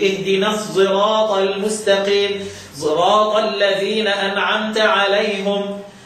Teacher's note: قرأ خلف باشمام الصاد صوت زاي · بتشمم الصاد صوت الزاي بس، ما بتجيبش زاي خالص